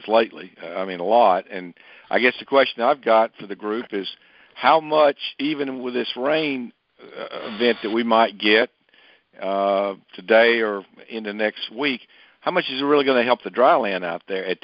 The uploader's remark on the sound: June 2018 Monthly Conference Call